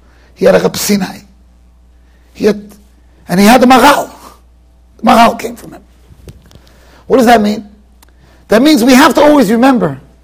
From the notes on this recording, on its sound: Shiur recorded in Yeshivas Ohr Reuven, Monsey NY.